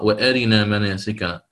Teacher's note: يسكن الراء يوافق أبا عمرو البصري في ذلك